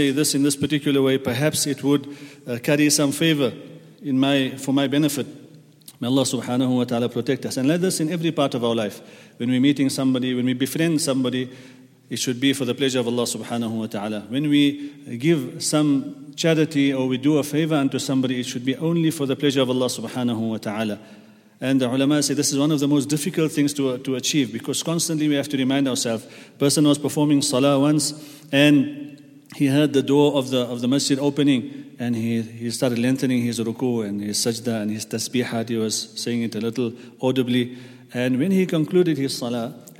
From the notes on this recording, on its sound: at the Houghton Masjid (West Street)